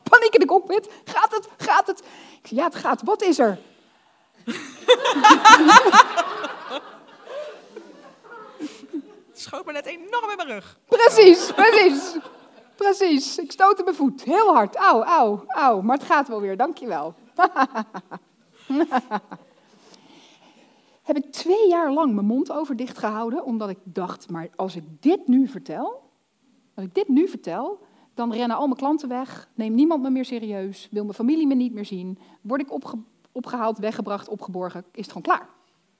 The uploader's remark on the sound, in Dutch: Dit fragment is opgenomen tijdens de workshop Succesvol Storytelling op 7 april 2022 in het Figi Theater Zeist.